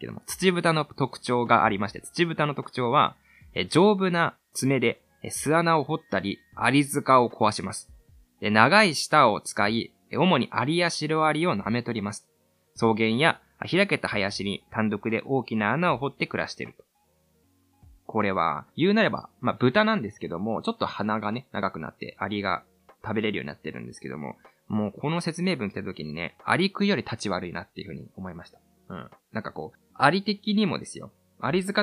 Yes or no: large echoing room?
no